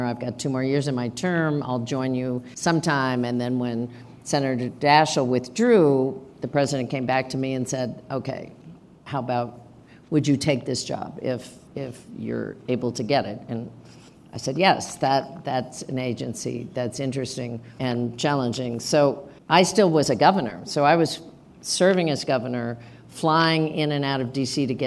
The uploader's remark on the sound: Live from Aspen. Taped before a live audience at Aspen Ideas: Health, part of the Aspen Ideas Festival, in Aspen, Colorado.